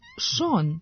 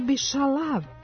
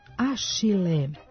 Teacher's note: Aspirovani palatali pretvaraju se ponegde u š, ne u s.